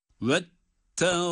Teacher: Sonda da ib derken ba harfini kalkale ile okuyoruz.